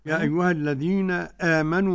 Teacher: مد بدل لأن الهمز تقدم على حرف المد